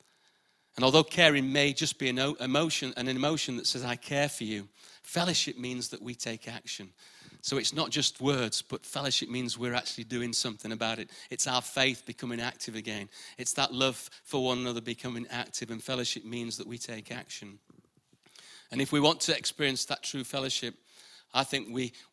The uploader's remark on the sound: Recorded live at the Chesterfield Campus this is the message from the morning service.